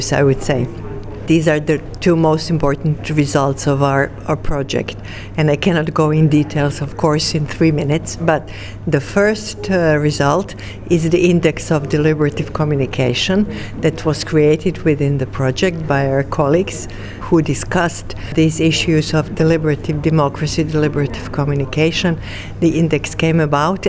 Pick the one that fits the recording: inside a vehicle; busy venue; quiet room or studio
busy venue